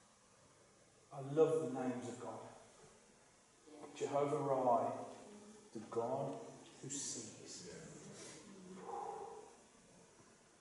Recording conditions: poor sound quality